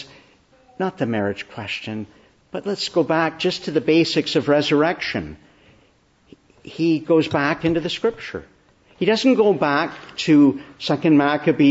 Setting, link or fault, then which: setting, large echoing room